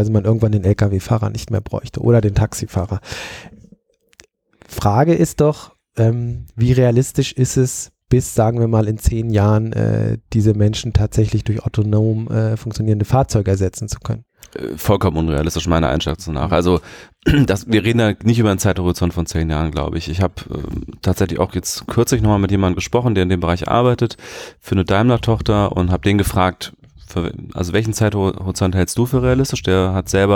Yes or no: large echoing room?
no